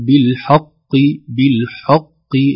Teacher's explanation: كلمة بالحق الحاء رقيقة والقاف حرف فخيم أو مفخم حتى ولو كان مكسور